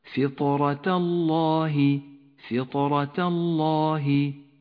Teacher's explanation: فطرة لونت الطاء بالأزرق الفاتح لأنها حرف قلقلة، ولونت الراء بالأزرق الغامق لأن الراء مفخمة، فخمت لأنها مفتوحة، وكتبت التاء في آخرها بشكل مبسوط ولم تكتب تاء مقفلة أو مربوطة، نتعامل معها كتاء مبسوطة كما هي مكتوبة في المصحف.